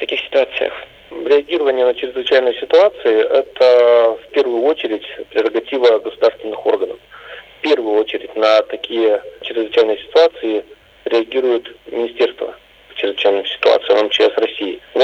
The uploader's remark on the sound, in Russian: по телефону